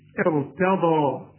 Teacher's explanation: هنفخم الراء، هنكسر الهمزة وأفخم الراء